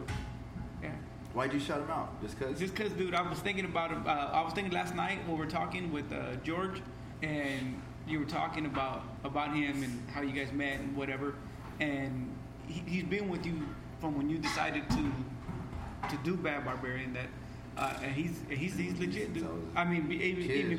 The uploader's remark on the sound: recorded in the one & only Spokeasy Public House